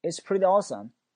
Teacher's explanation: 我的重音在 awesome 上面，就强调它真的很好。